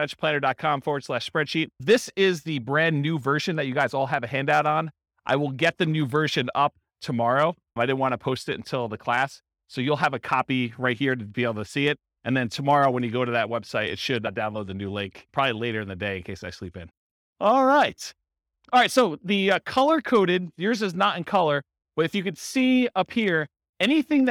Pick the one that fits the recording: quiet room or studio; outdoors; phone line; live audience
live audience